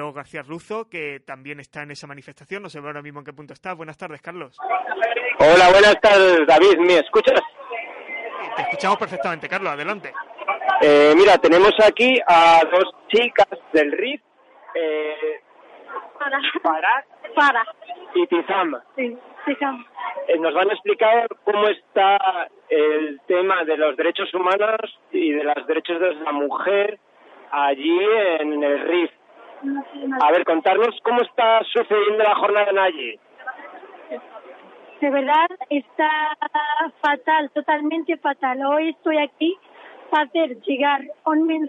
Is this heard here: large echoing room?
no